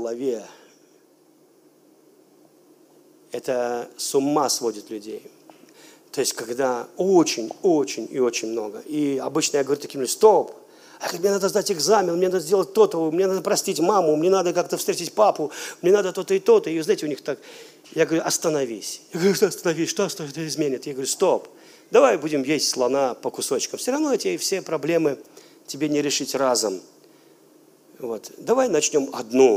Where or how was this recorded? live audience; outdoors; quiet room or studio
live audience